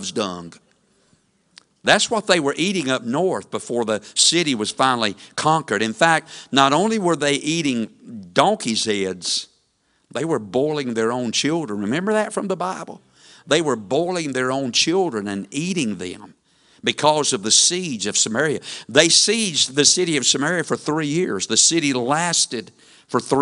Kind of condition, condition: setting, large echoing room